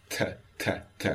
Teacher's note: the T is advanced, which would mean that it would be more like a dental plosive